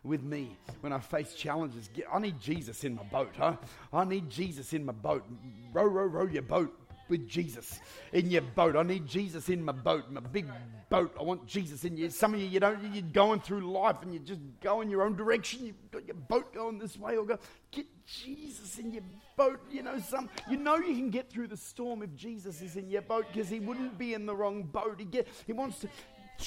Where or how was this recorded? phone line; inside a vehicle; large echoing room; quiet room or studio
large echoing room